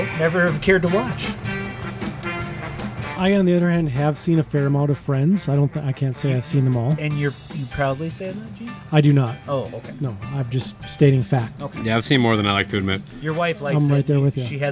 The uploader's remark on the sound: The only show taking it to the elements. Every episode of SOMO will be recorded outdoors on location.